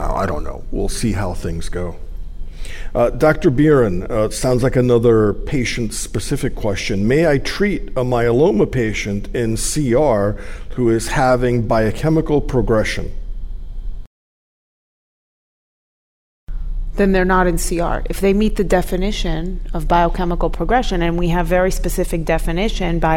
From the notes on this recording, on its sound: Find out by accessing this PeerView MasterClass and Case Forum event developed in collaboration with the HealthTree Foundation for Multiple Myeloma and recorded at the 2023 ASCO Annual Meeting.